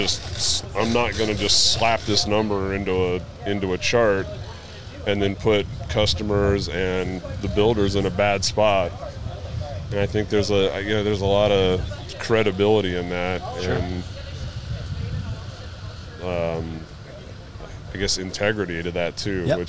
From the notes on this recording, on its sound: The podcast was live on location at Steel Sharpens Steel in Mount Pleasant Texas!